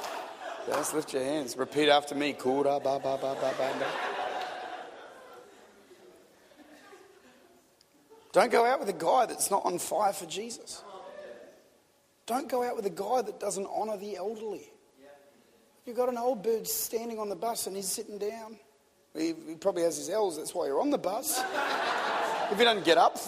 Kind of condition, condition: setting, large echoing room